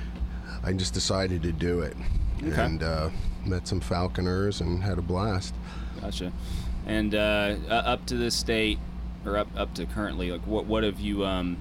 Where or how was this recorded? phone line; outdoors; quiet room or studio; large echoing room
outdoors